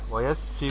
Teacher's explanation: كلمة كلها مرققة والسين ساكنة فيها همس ورخاوة